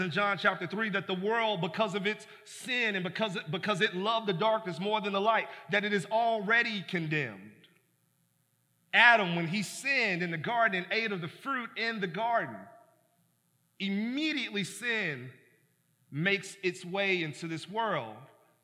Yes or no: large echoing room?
yes